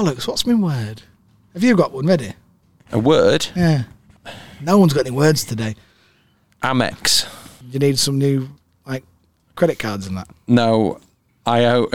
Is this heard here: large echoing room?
no